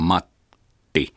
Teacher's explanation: T on suurelta osaltaan puhdasta hiljaisuutta. Että jos mä sanon Matti, niin mä olin pitkä aikaa hiljaa siinä. · Term: klusiileja